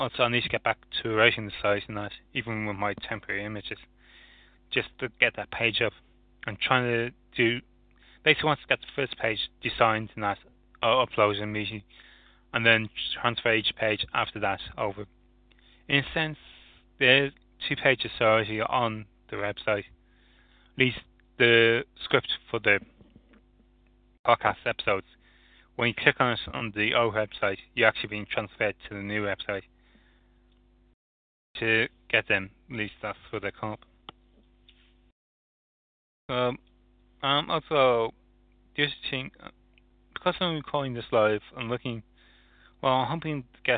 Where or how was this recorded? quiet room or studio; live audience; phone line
phone line